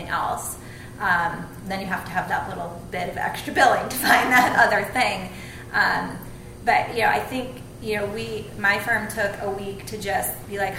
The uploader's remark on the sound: Today we have a conversation recorded live from Design Chicago. Yes, recorded in front of a live audience.